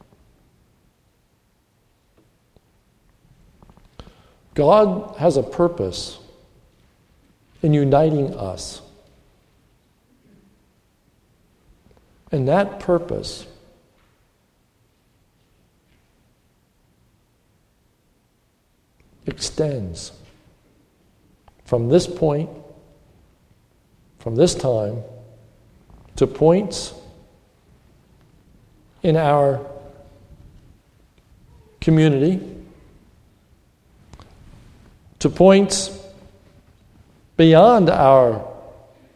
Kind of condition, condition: setting, large echoing room